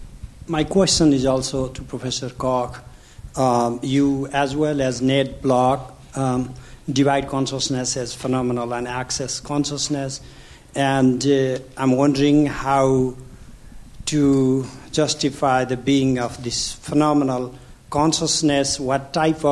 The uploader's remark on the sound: Leading voices in philosophy and neuroscience wrap up a conference on the ethics of research using brain organoids with questions from the audience.